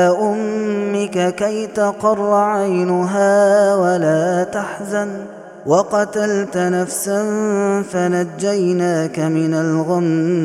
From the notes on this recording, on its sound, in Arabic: هذا التسجيل من صلاة التراويح